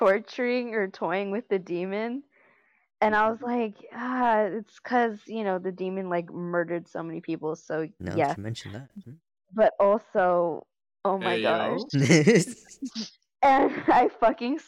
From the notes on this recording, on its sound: We're just two homies with bad equipment, so what did we do? We put socks on our mics.